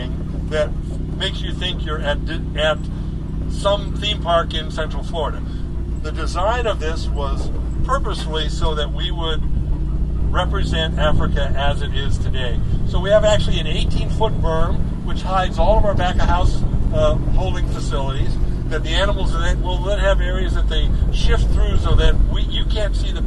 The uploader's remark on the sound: This week I am coming to you LIVE from Walt Disney World, as I am standing on the promenade of World Showcase in Epcot. Enjoying the sights, sounds and scents of the 15th Annual Epcot Flower and Garden Festival. I not only have a review of the Festival from right here from the park.